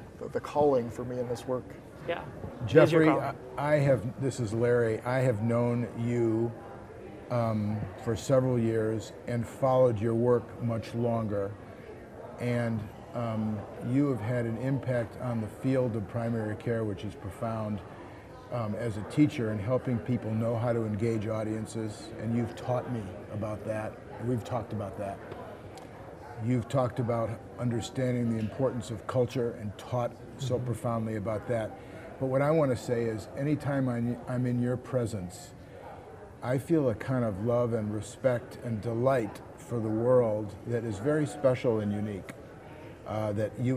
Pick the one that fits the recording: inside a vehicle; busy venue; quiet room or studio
busy venue